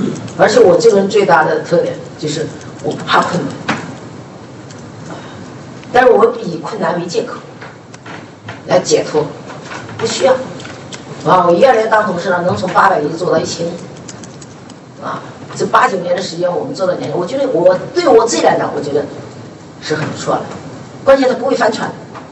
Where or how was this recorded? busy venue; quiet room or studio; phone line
busy venue